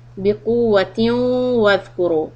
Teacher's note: biquwatin is followed by waw, so it is going to be idgham with ghunna.